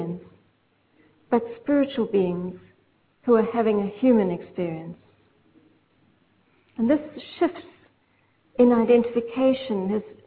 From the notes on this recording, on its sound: This is a pre-recorded program from the World Goodwill Seminar that was held on November 14, 2009 in London, UK.